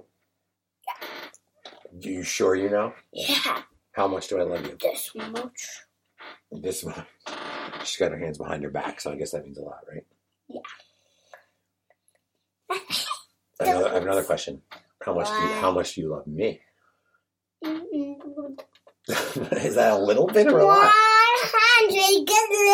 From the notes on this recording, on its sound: Presented without interruption (but with the constant sound of a chair squeaking)